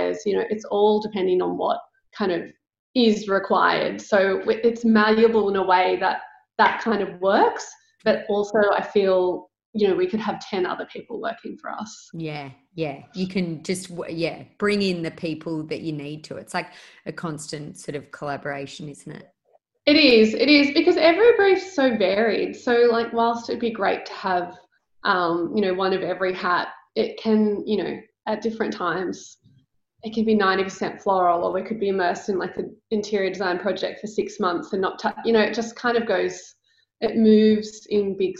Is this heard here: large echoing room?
no